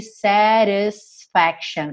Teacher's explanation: A gente está muito acostumado com músicas com a pronúncia mais americana, onde a gente teria aqui satisfaction, com esse T reduzido para rararã.